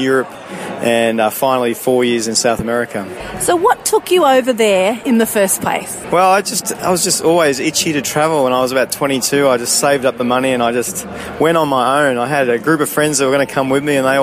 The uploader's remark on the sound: on location at a Christian music festival